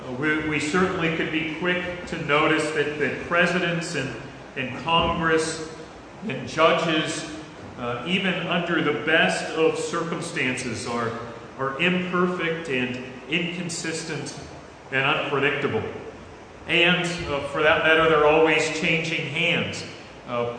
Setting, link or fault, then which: setting, large echoing room